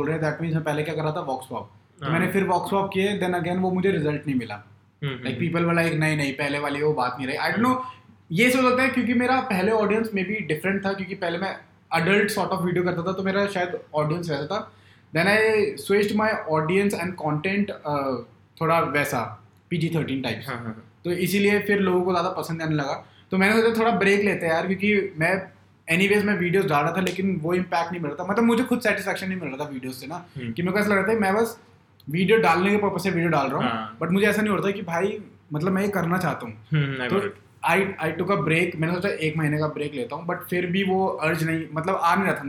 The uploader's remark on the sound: This podcast was recorded as video but the memory card got corrupted and the audio is also fucked.